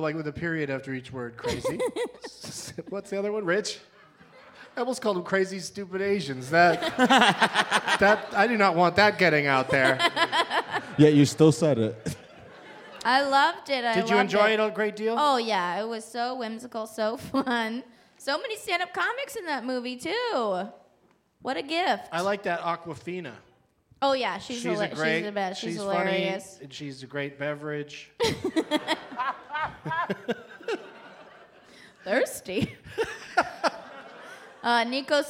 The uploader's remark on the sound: Live from Hilarities in Cleveland